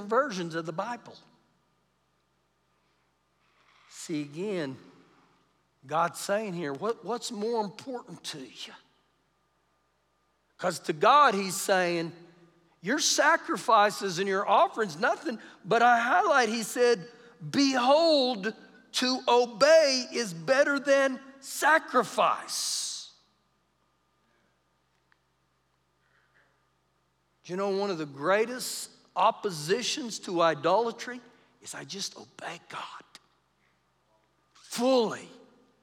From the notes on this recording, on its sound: Recorded live during our Wednesday night service